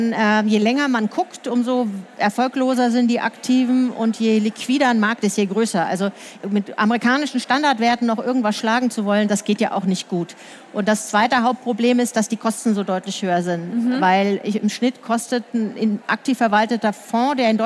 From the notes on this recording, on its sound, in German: Diesmal live auf der Karrieremesse herCAREER in München. Diesmal live auf der Karrieremesse herCAREER in München.